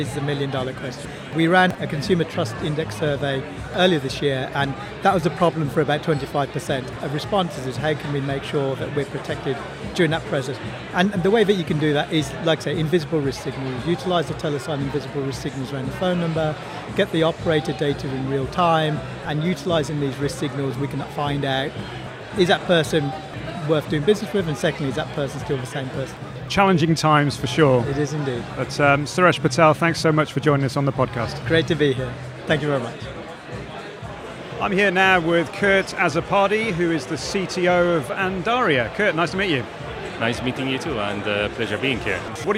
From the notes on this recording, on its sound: Recorded at Fintech Talents. The event took place at The Brewery, London in November where we recorded a series of interviews from Andaria's booth with a number of the speakers and attendees.